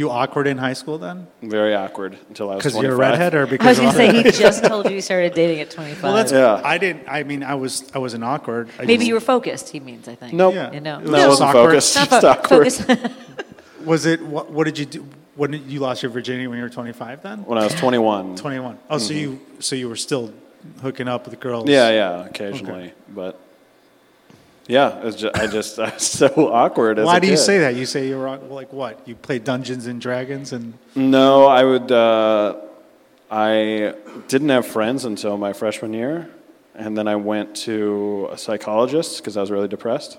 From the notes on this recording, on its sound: LIVE from Cubby Bear SINGLES ONLY!